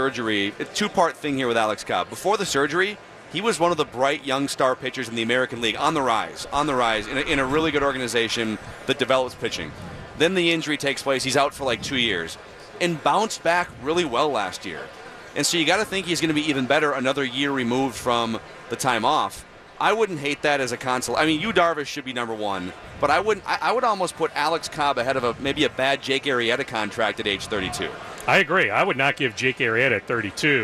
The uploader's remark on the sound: live from Radio Row all week